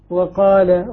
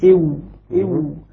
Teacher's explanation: إذا الواو من بين الشفتين مع ضم الشفتين ضما محكما · Shown in: second take